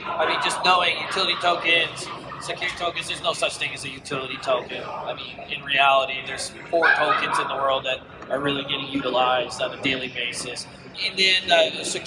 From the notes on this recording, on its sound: At the Blockchain World Conference 2018 in Atlantic City